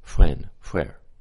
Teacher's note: The tongue should just stay relaxed, and the friction should happen on the front of the lips.